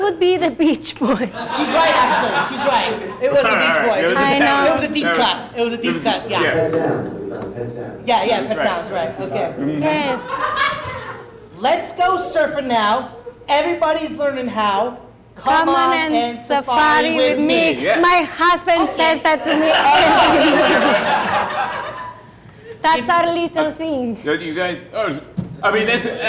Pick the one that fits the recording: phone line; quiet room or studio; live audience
live audience